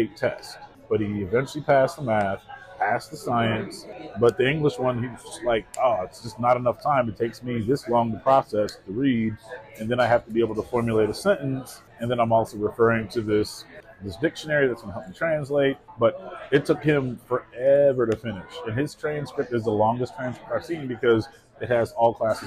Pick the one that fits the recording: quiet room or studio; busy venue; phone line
busy venue